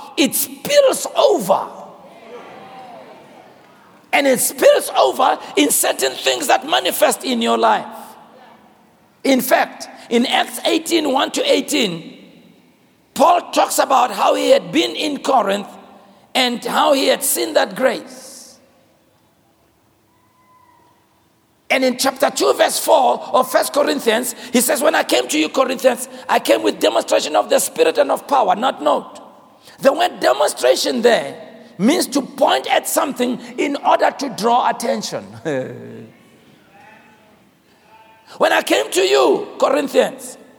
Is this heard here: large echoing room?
yes